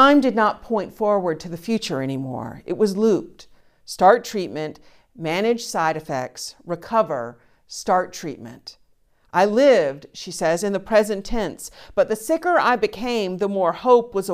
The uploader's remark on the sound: Streaming test from the bell tower. The conversation is followed by the prayers, music, and sermon from Sunday's virtual service. Recorded live each week at First Pres in beautiful historic downtown New Bern, North Carolina. First Presbyterian Church, New Bern, North Carolina, established in 1817.